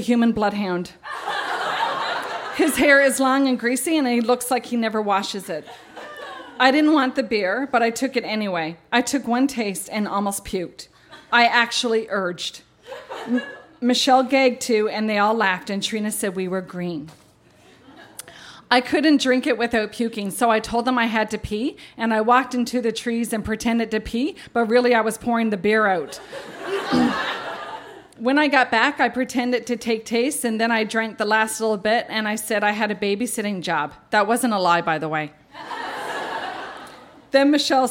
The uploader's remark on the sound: Recorded live at The Rocket Room in St. John's, NL.